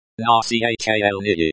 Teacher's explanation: The L sound is very soft, almost like a W sound.